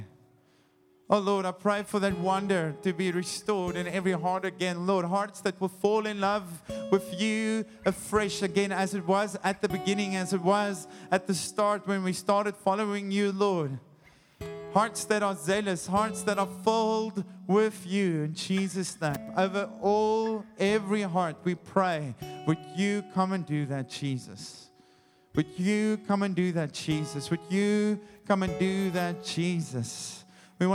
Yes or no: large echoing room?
yes